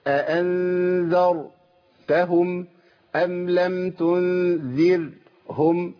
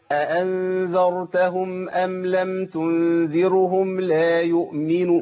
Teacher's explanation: لابد من ترقيق الراء وترقيقها مع هيئة الابتسامة · Shown in: first take